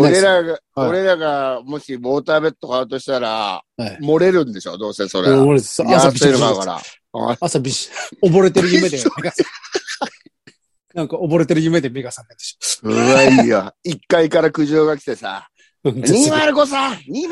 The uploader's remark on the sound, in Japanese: ZOOMで収録。